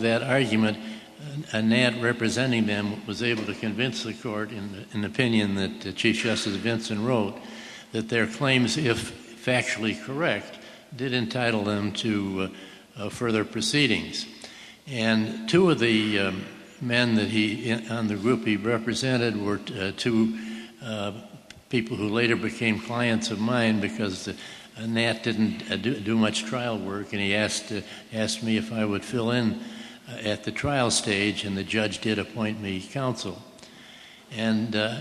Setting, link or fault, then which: setting, live audience